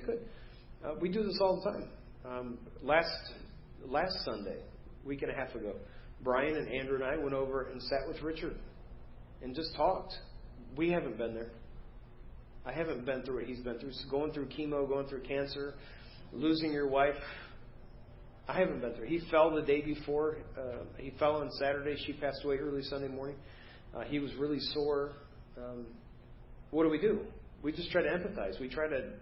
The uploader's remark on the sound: Preached at First Baptist Church of Hazel Park